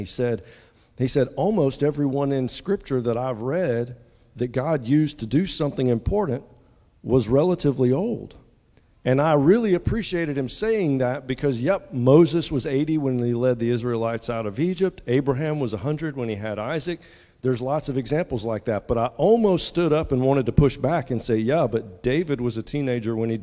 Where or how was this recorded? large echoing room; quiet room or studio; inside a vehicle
large echoing room